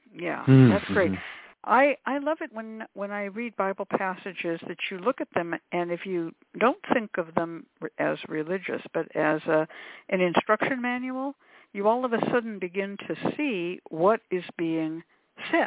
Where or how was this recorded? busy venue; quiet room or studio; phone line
phone line